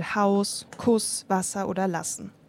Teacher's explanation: Das stimmlose S klingt ein bisschen schärfer. Hier schwingen die Stimmbänder nicht mit, also zum Beispiel Haus, Kuss, Wasser oder Lassen.